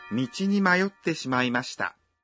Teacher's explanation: Khi nói mayotte thì các bạn ngắt một nhịp sau mayo